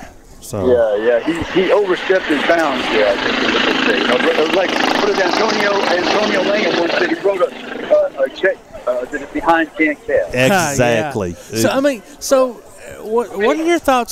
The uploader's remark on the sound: Live at 'Hope for Athens' at Swan Creek Park